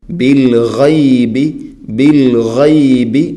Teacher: ഗൈൻ തൊണ്ടയുടെ മുകൾ ഭാഗം, ഗൈൻ. ബിൽഗൈബി എന്ന് ഓതിപ്പോവരുത്, ബിൽഗൈബി.